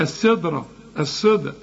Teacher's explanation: هنا الدال طلعها دال مش بين الدال والضاد